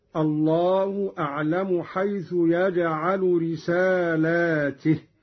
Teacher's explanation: قرأ قالون بمد اللام وكسر التاء هكذا: الله أعلم حيث يجعل رسالاته.